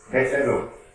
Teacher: It's a sort of gurgle in the throat. It's a sort of breathing through the throat which gives you that CH sound.